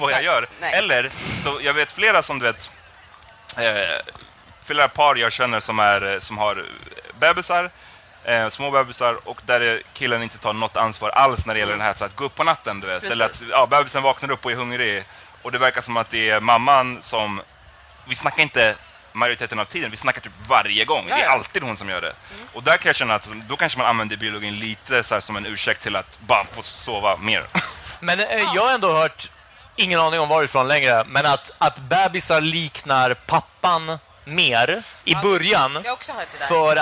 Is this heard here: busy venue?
yes